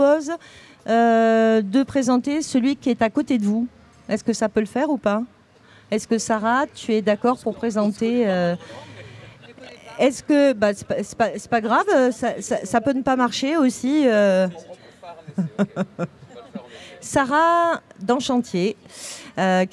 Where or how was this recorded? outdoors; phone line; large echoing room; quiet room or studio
outdoors